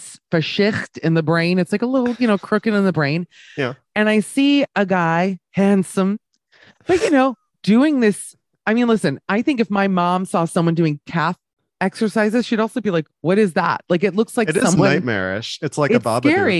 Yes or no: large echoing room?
no